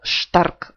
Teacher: Буква сочетания st читается как шт.